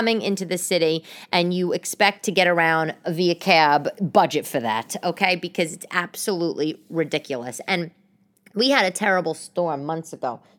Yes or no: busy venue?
no